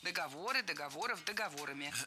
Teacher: При склонении ударение в слове «договор» сохраняем на третьем слоге.